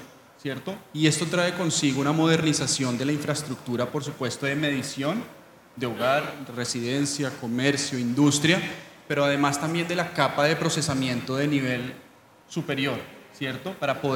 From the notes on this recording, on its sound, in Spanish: Este es un episodio grabado en vivo durante ANDICOM 2023 del panel.